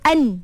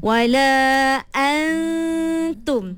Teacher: Kita kena ambil sifat dengung. Maksudnya wala an, dengung kena pinjam daripada nun. Tapi jangan zahirkan nun tu. · Shown in: second take · Kita kena terus pergi kepada ta. · Term: ikhfa